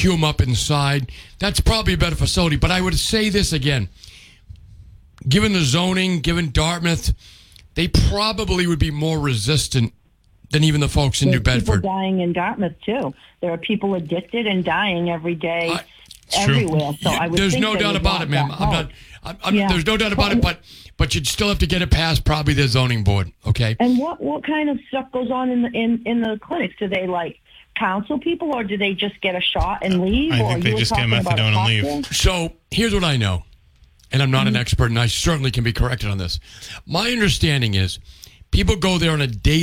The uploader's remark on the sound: take calls from the audience